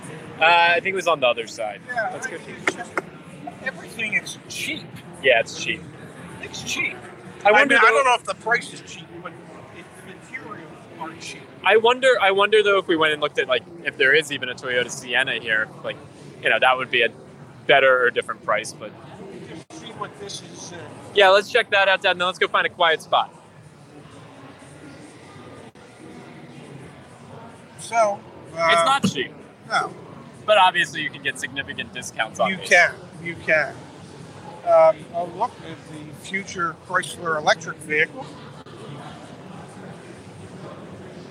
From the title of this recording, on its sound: LIVE FROM DETROIT AUTO SHOW